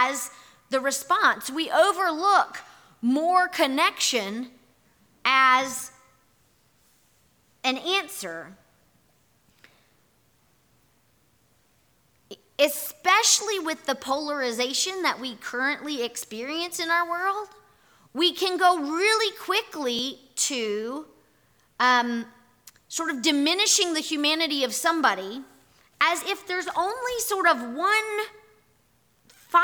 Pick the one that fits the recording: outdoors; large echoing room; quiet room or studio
large echoing room